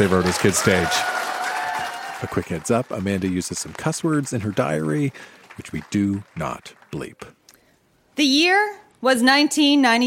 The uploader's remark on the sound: Recorded live at The Caveau in Moncton.